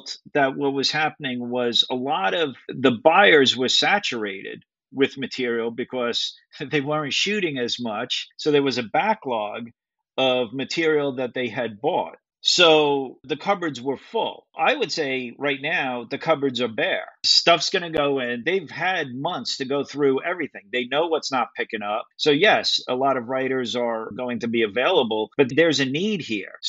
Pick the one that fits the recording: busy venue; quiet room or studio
quiet room or studio